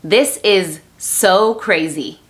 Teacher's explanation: Eso está difícil porque estás combinando la z de is y la s clara y pura de so